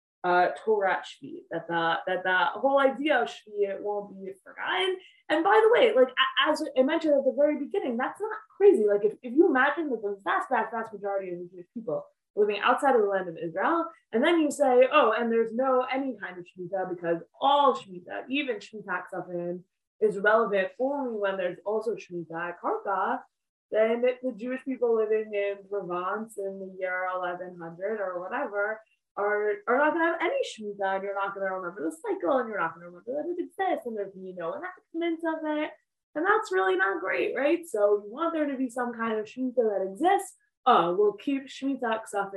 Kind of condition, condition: link, video call